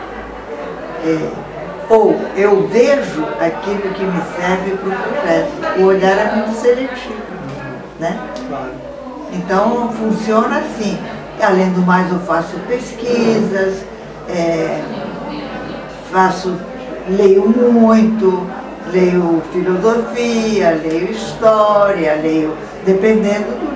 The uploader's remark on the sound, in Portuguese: Os três primeiros episódios foram gravados durante a Feira do Livro de Santa Maria-RS 2019